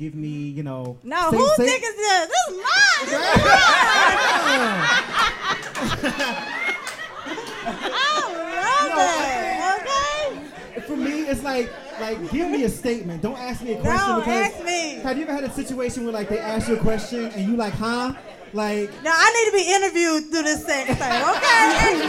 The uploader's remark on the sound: Live Show. LIVE in Charlotte, NC!!!!